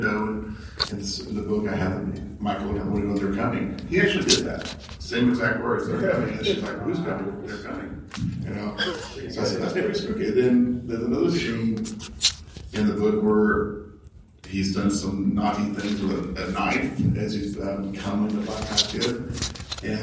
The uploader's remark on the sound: Aftershock Comics Panel at C2E2 2017. We are bringing you the Aftershock panel from C2E2 2017 which took place in Chicago this past weekend.